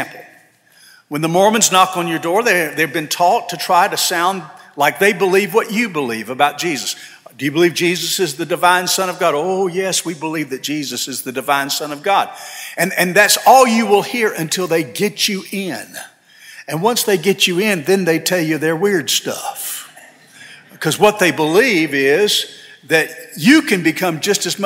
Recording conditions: large echoing room